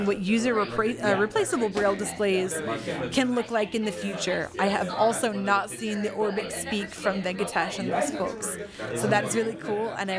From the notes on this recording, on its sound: The Braillists Foundation held a face-to-face meeting at the 83rd annual convention of the National Federation of the Blind at the Hilton Americas-Houston hotel, Texas, in July 2023. Was there with a microphone to soak up the atmosphere.